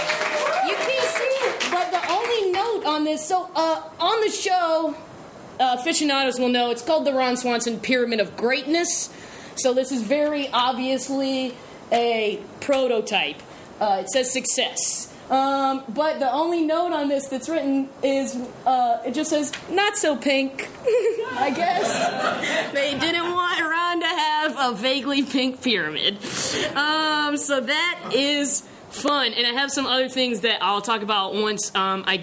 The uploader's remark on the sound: In front of an audience of friends, past guests, and fellow contributors to this incredible live celebration. Before a backdrop of an early edition of the Ron Swanson Pyramid of Greatness.